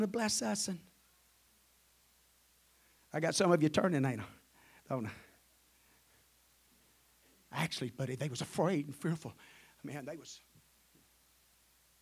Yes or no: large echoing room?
yes